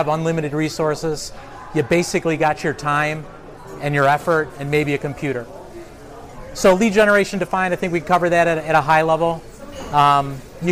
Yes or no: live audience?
yes